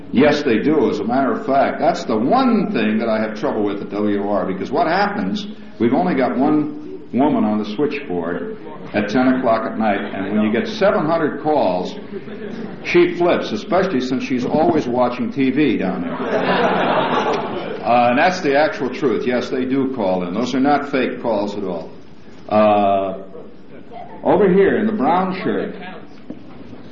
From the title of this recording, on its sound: 1971 Press Conference